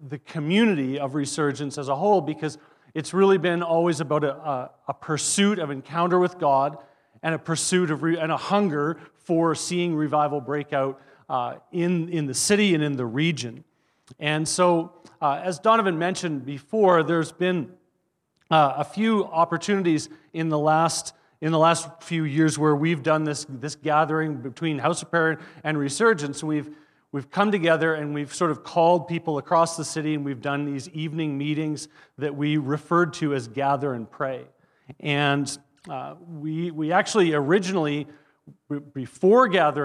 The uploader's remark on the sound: At our Edmonton Gathering in January 2024 at Greenfield Community Church